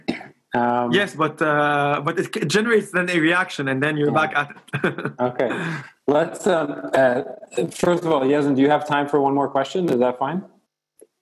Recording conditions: video call